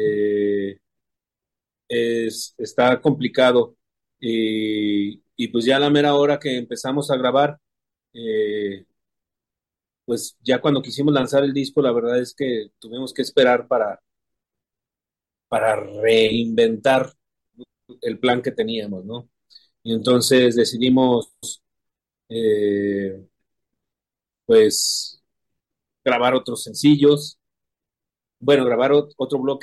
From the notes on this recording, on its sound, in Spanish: Charlamos via zoom